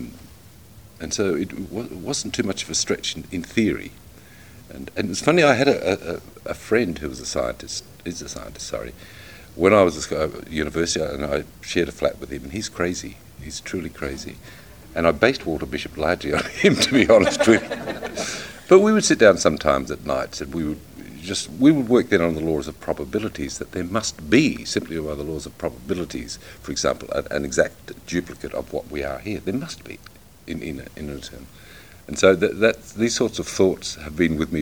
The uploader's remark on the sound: recorded at this year's MCM London Comic Con